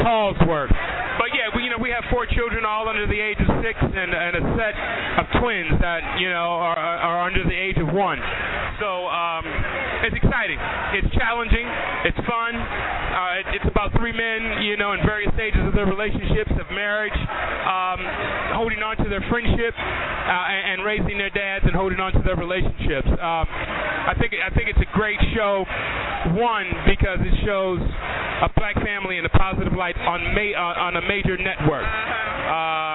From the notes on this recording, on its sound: Interviews with some of your favorite stars from music, film, and television from the 2012 Essence Music Festival in New Orleans